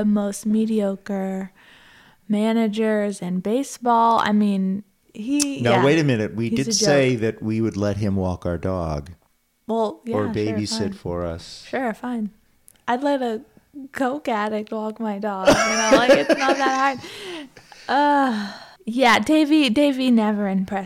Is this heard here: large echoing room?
no